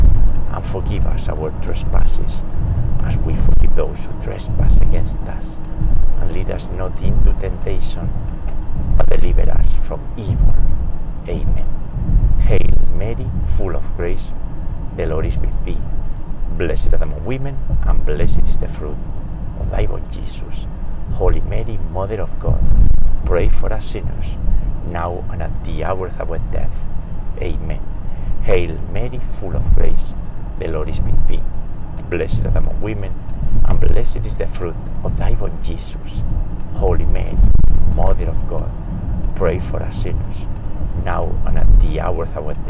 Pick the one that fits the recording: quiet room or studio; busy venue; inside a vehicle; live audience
inside a vehicle